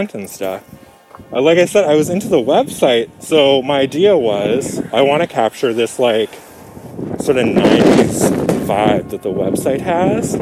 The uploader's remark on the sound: Walk & Talk. We met up for a socially distant walk.